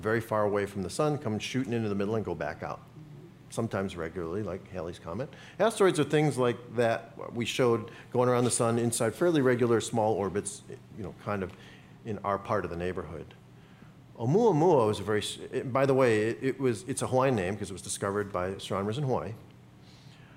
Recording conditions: busy venue